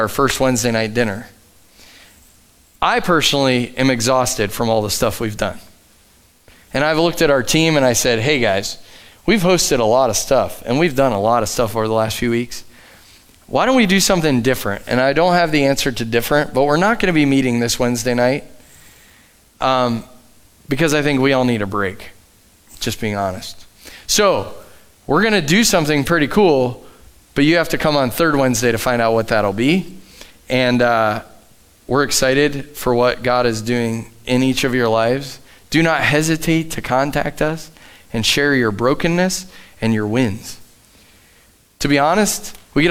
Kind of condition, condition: setting, large echoing room